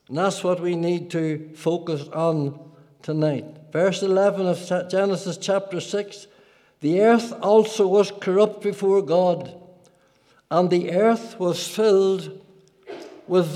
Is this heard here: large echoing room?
yes